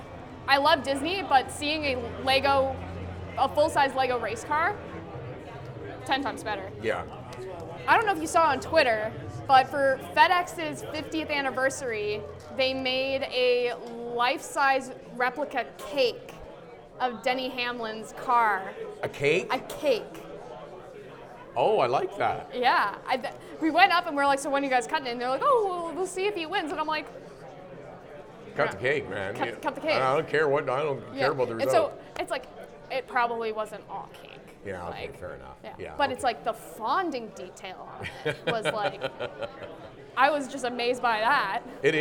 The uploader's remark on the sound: LIVE from the Canadian International AutoShow. Record in front of Motorsports fans at the Canadian International AutoShow on the RevTV Stage.